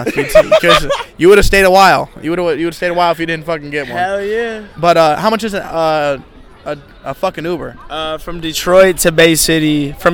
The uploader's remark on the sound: at the Hamilton St Pub